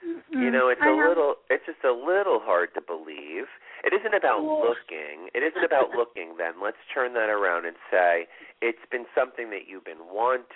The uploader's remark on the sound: This is a call in show with LIVE readings.